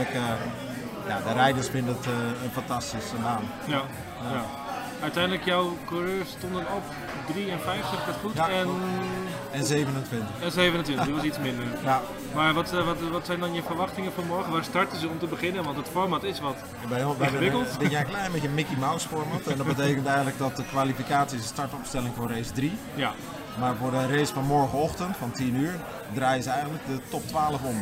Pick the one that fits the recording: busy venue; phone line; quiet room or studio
busy venue